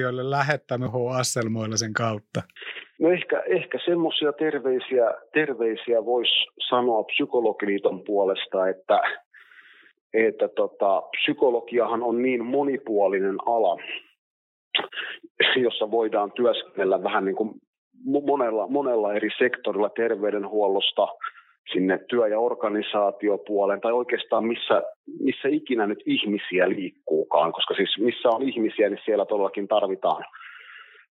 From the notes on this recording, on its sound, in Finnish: Otimme myös puhelun liittoon